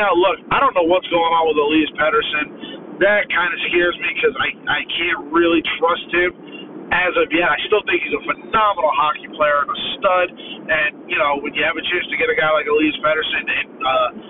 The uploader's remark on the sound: flying solo recording in his car